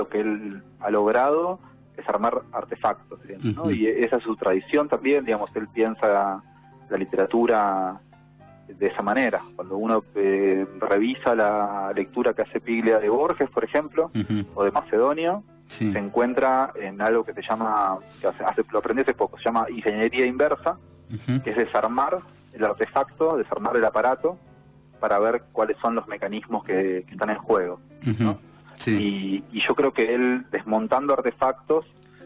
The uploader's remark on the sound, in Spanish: Hablamos por teléfono